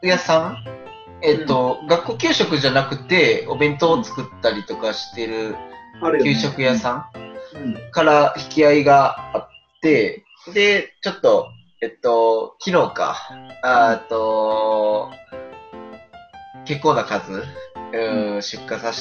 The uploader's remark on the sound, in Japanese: Zoom音声の録音ですので、お聞き苦しいところがあるかと思います。